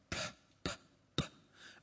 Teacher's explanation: I'm pronouncing it with a little puff of air called aspiration